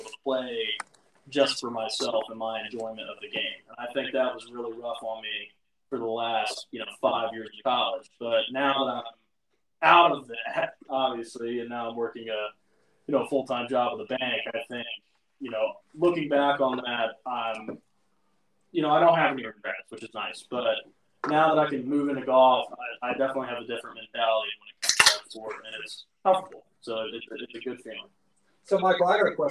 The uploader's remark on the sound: Poor audio.